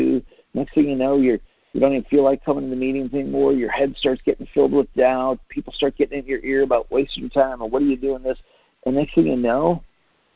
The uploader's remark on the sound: Team Freedom conference call on 6/28/19.